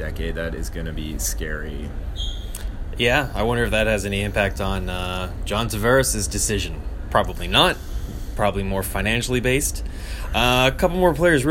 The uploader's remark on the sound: Live from the 2018 NHL Draft in Dallas